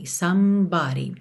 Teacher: Para imitar esse som. Somebody, também é importante perceber que esse E do meio não é pronunciado